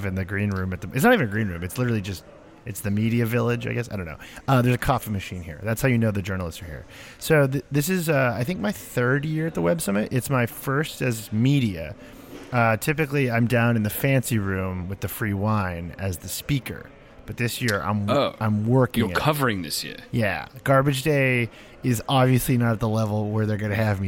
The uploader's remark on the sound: Crouched in the corner at Web Summit. From the comfort of his own home.